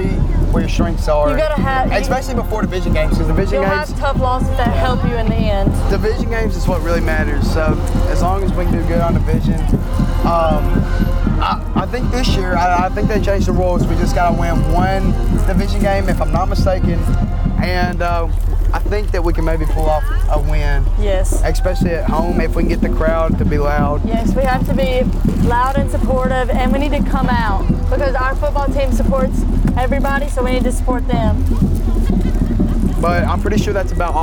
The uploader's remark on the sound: Live from the homecoming parade!